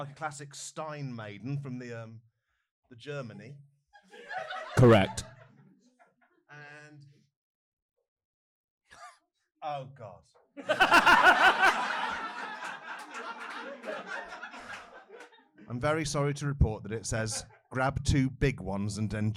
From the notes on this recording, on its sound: This week we return to The Canal Cafe Theatre for a live show! Because it's live, we might sound a bit shitter than usual or refer to something we can see on stage.